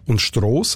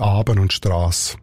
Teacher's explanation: die Verdumpfung vom mittelhochdeutschen A zu O, respektive ich sage O, dort sagt man es O, ein bisschen offener · Shown in: first take · also oben und Stross, wo der ganze Rest vom Kanton Bern A sagt, Aben und Strasse.